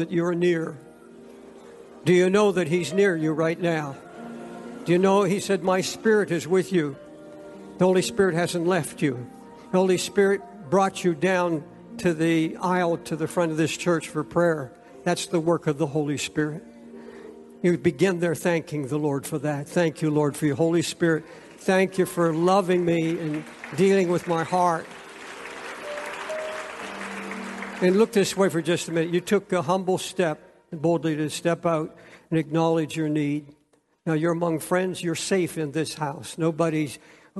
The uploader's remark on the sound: preached from Time Square Church